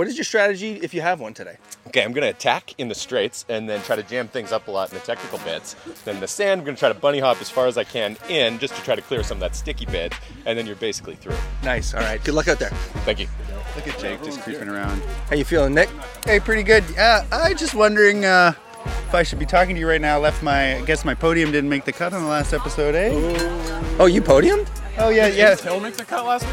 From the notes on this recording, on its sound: Live from O-Cup #3, Baseball Cross.